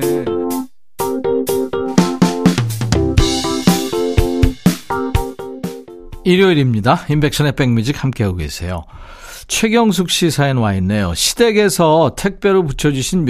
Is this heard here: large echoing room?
no